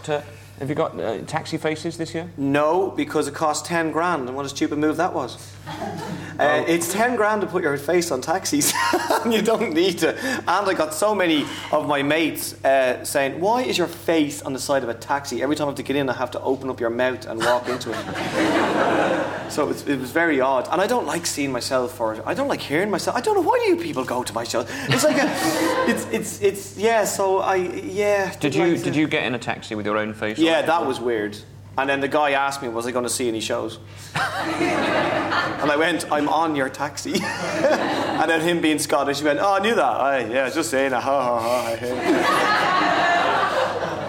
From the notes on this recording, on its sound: Edinburgh festival podcast: The Guardian Live at the Gilded Balloon. On stage for live comedy at the Gilded Balloon.